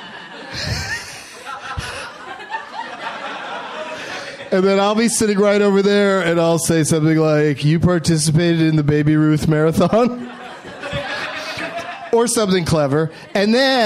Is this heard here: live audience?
yes